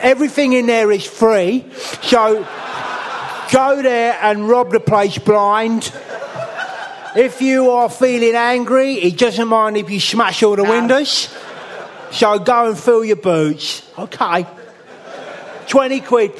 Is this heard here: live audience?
yes